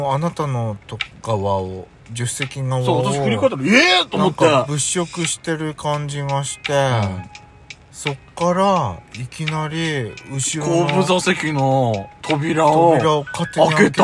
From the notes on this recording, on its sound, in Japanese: パーキング収録。